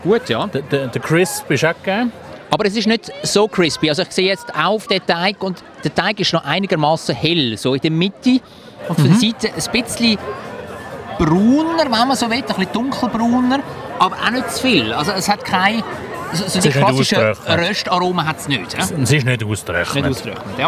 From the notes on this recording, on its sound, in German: LIVE vom Wienachtsmärt. Es riecht nach geschmolzenem Käse und Glühwein, überall blinkt und glitzert es und in der Luft ist das Summen unzähliger Stimmen zu hören. Besuchen den Weihnachtsmarkt auf dem Zürcher Sechseläutenplatz. LIVE vom Weihnachtsmarkt im Herzen Zürichs.